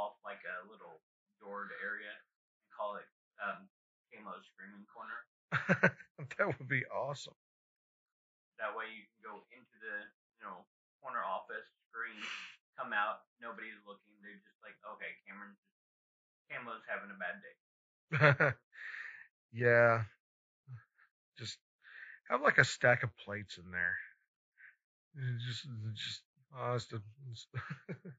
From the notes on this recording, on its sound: we had a malfunction with the audio